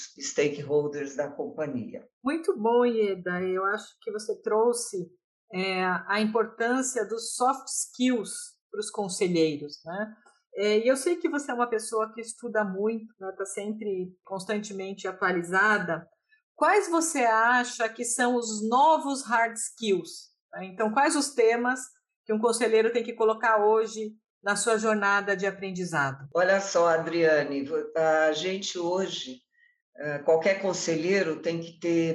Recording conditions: video call